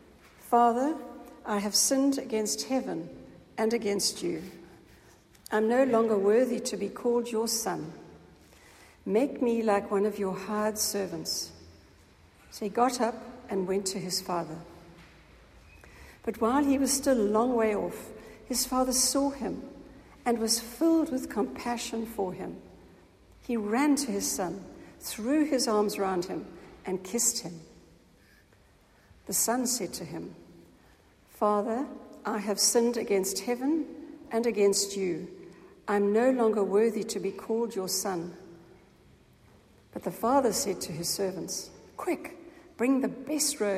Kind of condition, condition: setting, large echoing room